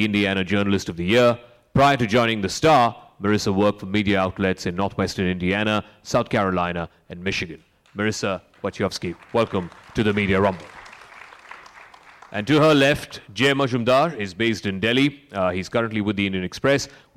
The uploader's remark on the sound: At the second edition of Media Rumble